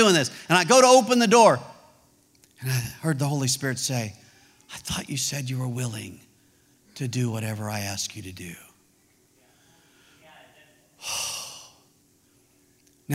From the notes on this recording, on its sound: This message was preached at Vision Church located at The Jones Center in Springdale, AR.